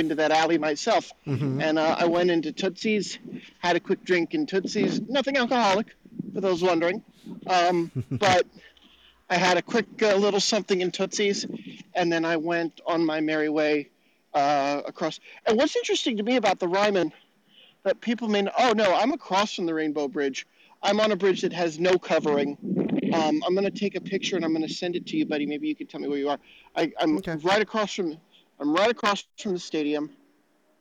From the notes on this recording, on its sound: across the Cumberland River in downtown -- on foot